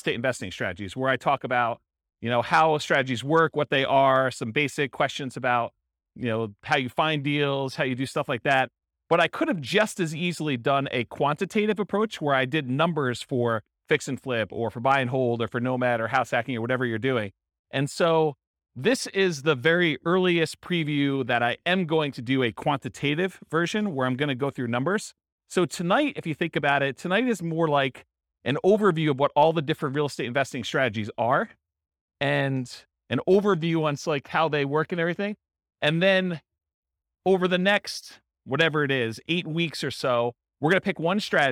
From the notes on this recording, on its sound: This was a live class recorded. In Renton, Washington.